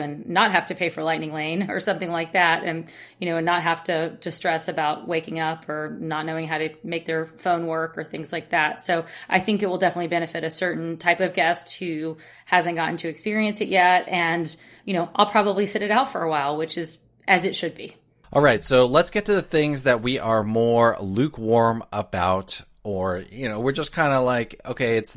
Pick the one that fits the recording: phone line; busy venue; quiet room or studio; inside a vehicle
quiet room or studio